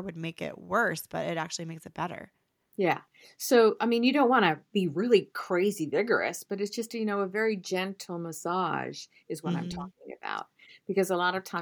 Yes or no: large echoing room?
no